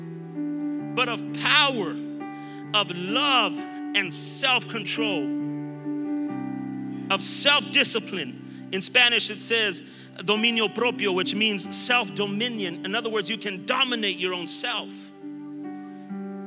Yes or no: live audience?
yes